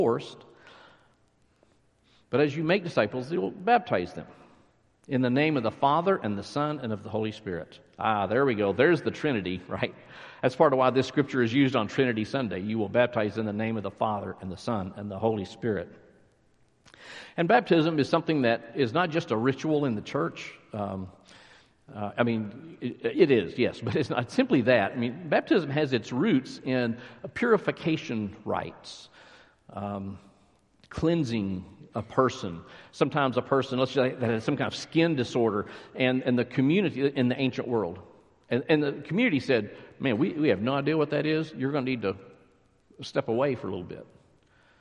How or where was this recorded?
large echoing room